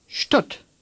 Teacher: Imagine an SHT at the beginning of this word